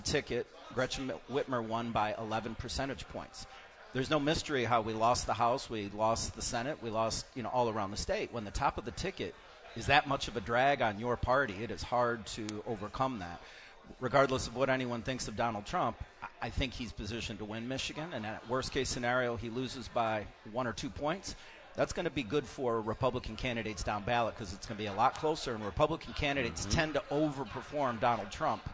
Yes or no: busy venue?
yes